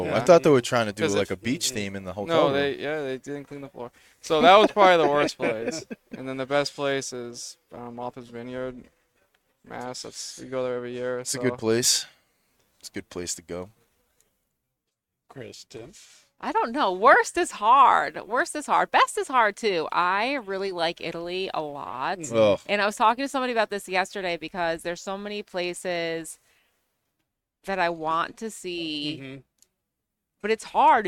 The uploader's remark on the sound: Recorded live at the 7-20-4 Lounge in Londonderry, NH.